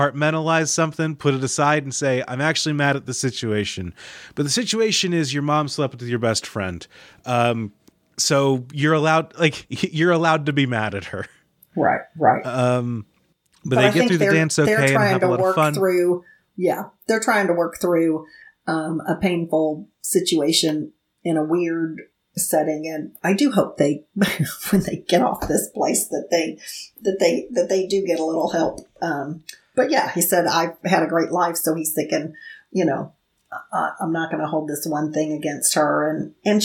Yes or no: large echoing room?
no